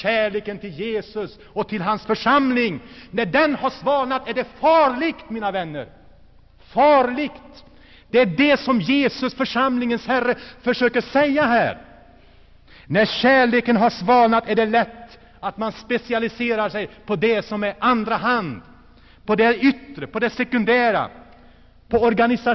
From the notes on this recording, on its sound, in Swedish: Inspelad i Saronkyrkan, G&#154;teborg 1984-09.